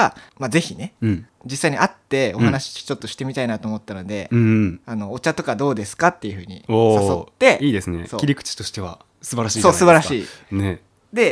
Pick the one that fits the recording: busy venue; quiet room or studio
quiet room or studio